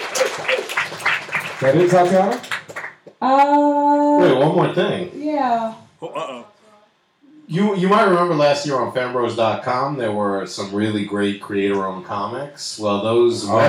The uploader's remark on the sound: As we venture to Bergen St Comics to record a LIVE Podcast. A live studio audience!